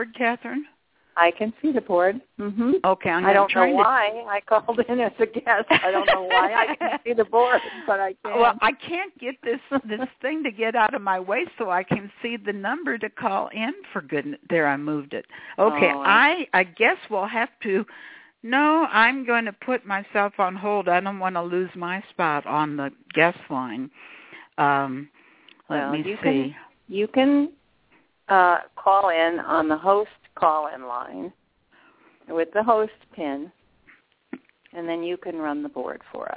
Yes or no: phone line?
yes